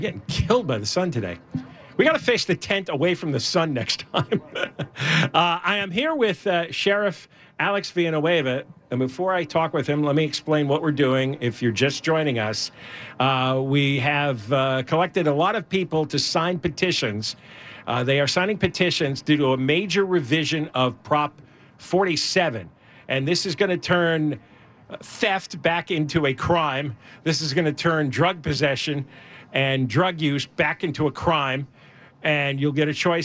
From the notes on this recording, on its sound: LIVE at the Honda Center in Anaheim gathering signatures.